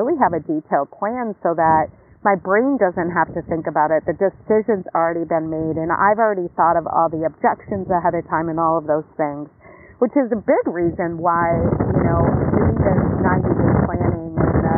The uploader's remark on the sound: Live from the beach, post yoga.